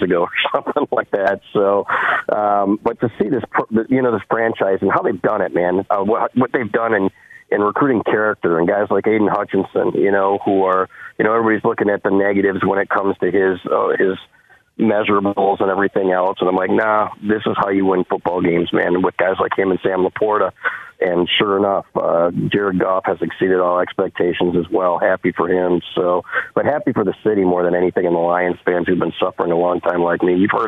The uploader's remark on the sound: we took your calls throughout the show